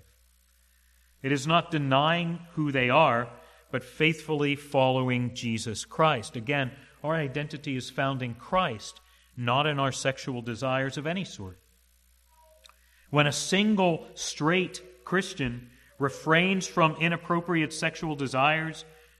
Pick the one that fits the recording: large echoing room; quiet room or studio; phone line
large echoing room